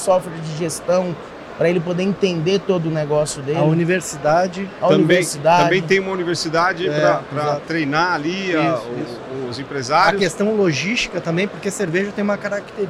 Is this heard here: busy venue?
yes